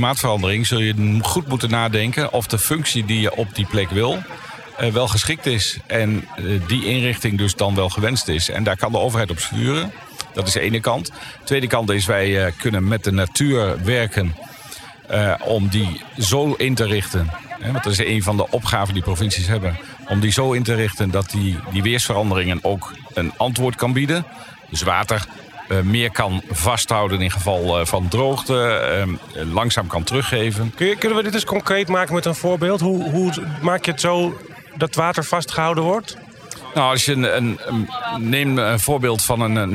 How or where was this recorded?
busy venue